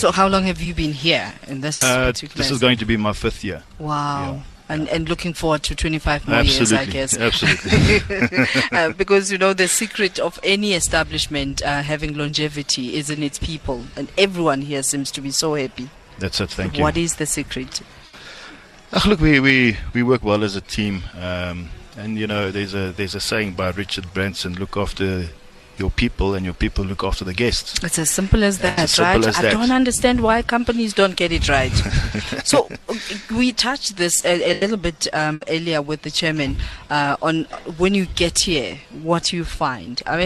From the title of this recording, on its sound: OB - Misty Hills Country Hotel - Carnivore restaurant